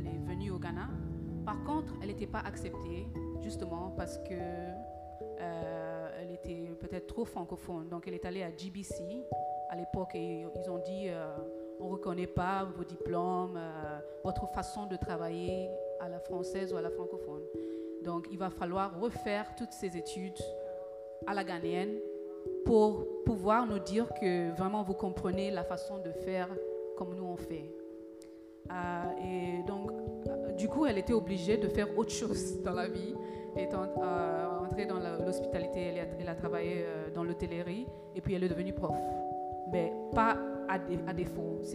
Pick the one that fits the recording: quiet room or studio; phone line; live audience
live audience